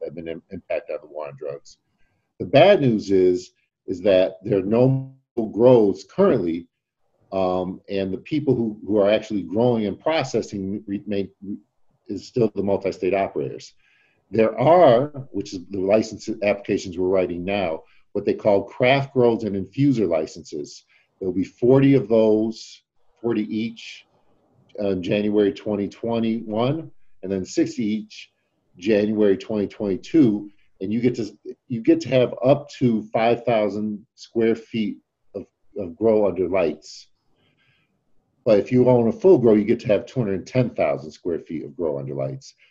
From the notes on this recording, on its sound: Today’s zoom video podcast.